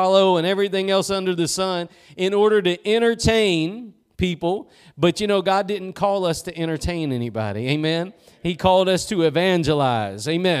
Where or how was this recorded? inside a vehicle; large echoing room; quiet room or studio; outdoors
large echoing room